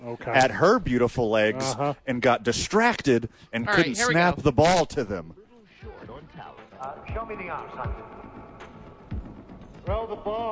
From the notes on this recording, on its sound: live from The Duke Store